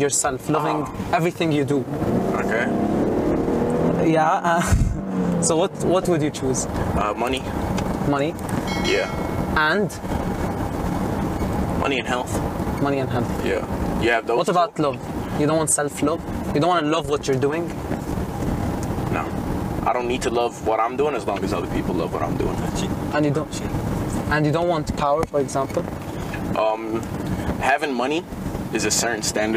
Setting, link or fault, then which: fault, background noise